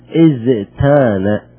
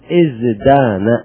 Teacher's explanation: بعض الحروف مثلا زان نقول ازتان، فجاءت تاء الافتعال بعد الزاي، فهذه التاء إذا وقعت بعد الزاي نقلبها إلى دال